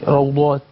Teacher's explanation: وبرضه في روضات في ناس ما بتفخمش الضاد اللي يعني ما بدهاش حقها يعني في التفخيم